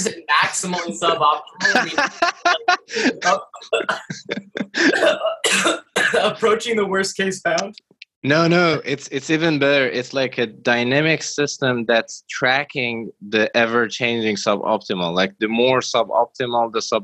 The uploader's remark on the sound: We had so many connection issues we basically gave up and just had fun